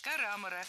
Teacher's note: правильный вариант – карамора с ударением на втором слоге